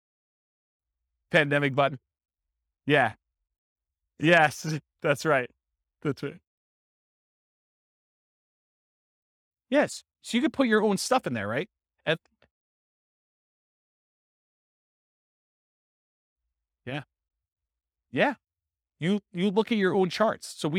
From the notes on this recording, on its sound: This was a live class recorded.